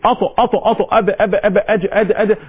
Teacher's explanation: تسمع نبره قويه قلقله اضطراب تحريك في الحرف